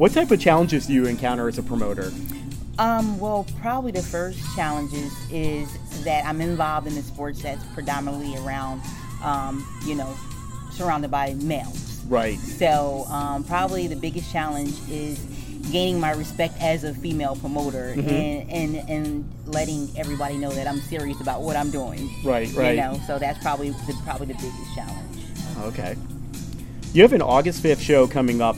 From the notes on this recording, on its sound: While at this press conference, I had the opportunity speak with a few boxing people associated with the show